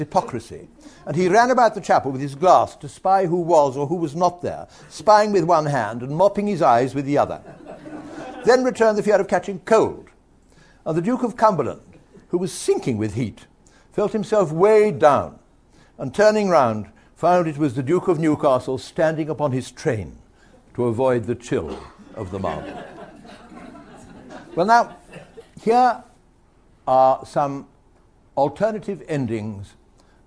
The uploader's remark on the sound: Listeners to this audiobook can share the delight of the live audience